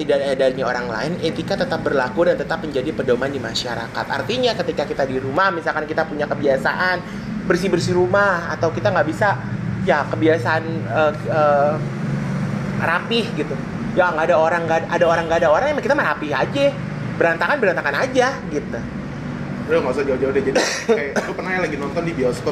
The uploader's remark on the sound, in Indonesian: Ngobrol Tentang Etika dan Etiket dengan Backsound Jalanan.